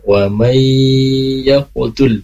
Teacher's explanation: ada gunnah atau idgham bi gunnah, ada nun sukun bertemu dengan ya, maka di situ ditahan dulu